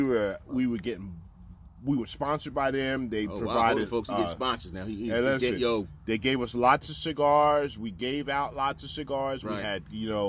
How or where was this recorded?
outdoors